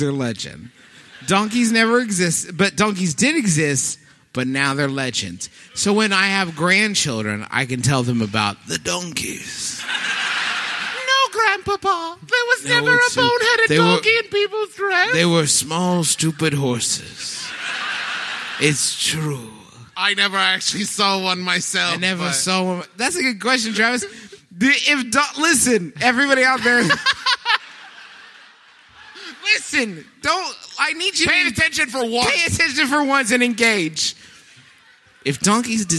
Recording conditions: live audience